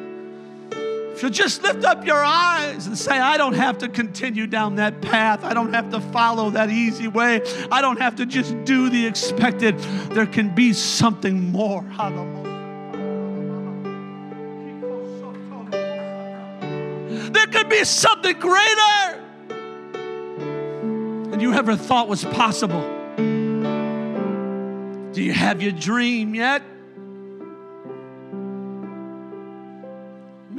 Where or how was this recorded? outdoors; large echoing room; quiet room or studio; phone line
large echoing room